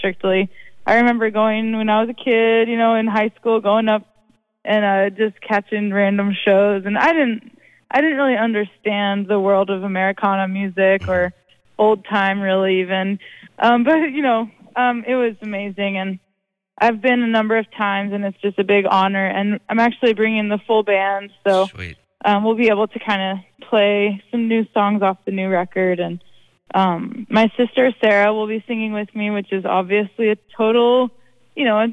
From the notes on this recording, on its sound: chats on the phone